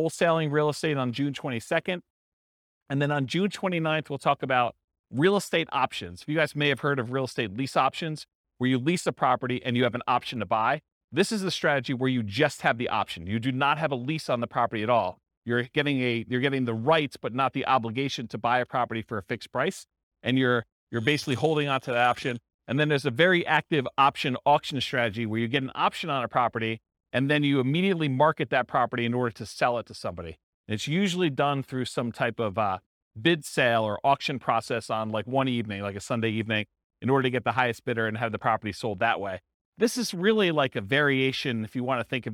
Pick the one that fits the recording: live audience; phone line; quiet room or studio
live audience